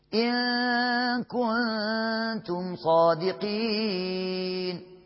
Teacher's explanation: إن كنتم هنا نون ساكنة بعديها كاف إخفاء حقيقي، وناخد بالنا من الهمس، كنتم نون ساكنة تاني بعديها تاء برضو إخفاء حقيقي، وناخد بالنا من الهمس في الكاف والتاء، إن كنتم صادقين.